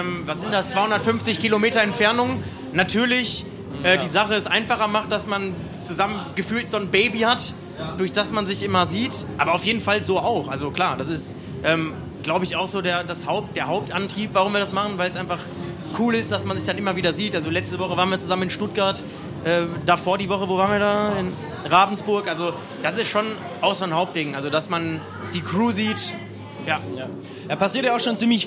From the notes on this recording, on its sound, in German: Diesmal sind wir auf dem Spaze Festival unterwegs. Hinter das Mikro und vor die Kameras bekommen.